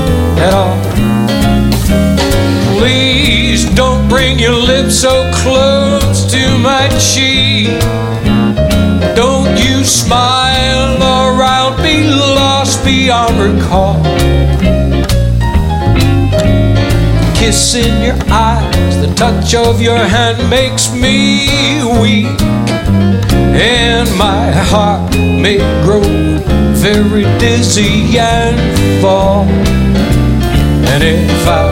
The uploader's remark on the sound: Live at the SouthPoint Casino